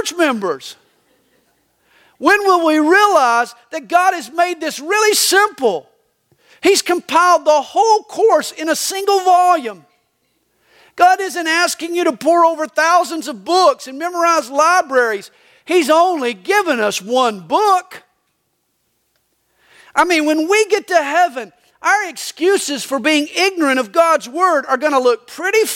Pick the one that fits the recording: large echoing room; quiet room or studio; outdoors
large echoing room